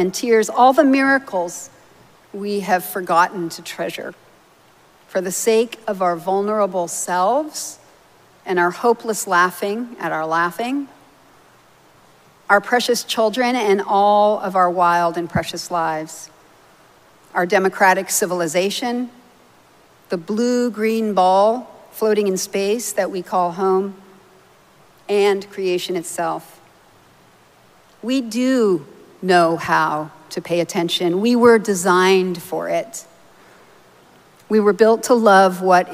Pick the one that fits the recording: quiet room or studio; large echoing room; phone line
large echoing room